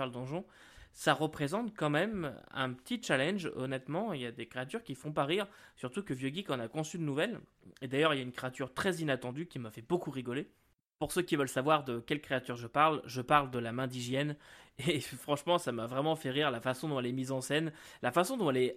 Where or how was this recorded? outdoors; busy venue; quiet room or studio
quiet room or studio